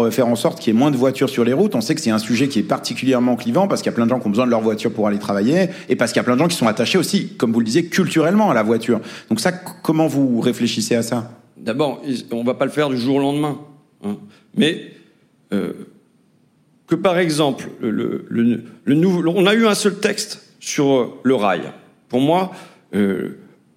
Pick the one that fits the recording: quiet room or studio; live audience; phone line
live audience